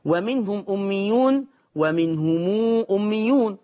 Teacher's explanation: ومقدار الصلة عند ورش صلة الميم بمقدار الإشباع · Term: صلة ميم الجمع